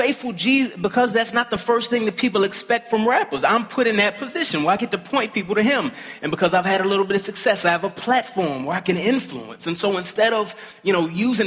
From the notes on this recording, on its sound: At the ERLC National Conference